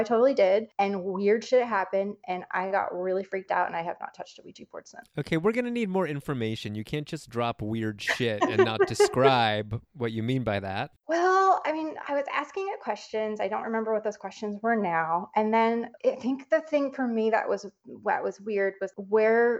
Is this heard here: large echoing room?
no